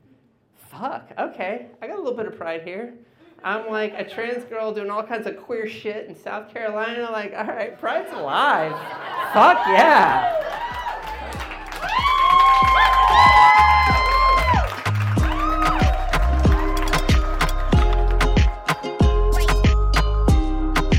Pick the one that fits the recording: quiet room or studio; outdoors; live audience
live audience